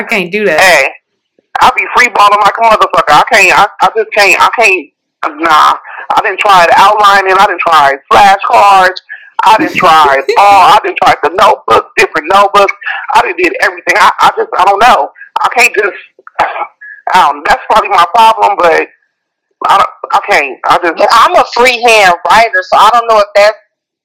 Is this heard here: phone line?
yes